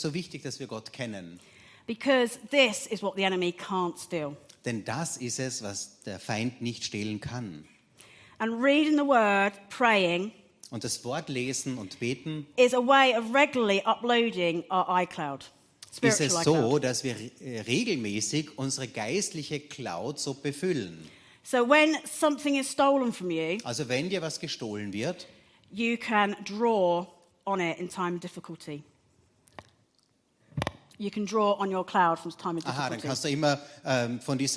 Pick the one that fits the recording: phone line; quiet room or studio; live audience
live audience